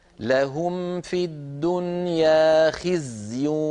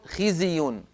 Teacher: الزاي أعطها حقها من الرخاوة، والرخاوة هي جريان الصوت · Shown in: first take · هكذا، لهم في الدنيا خزي، إذا أعطيتها حقها من الرخاوة تكون قد حميتها من القلقلة، وإلا تكون خزي.